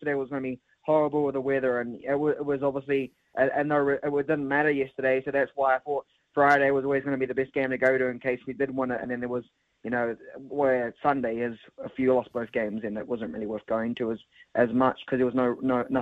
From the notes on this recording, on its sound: opens the phone lines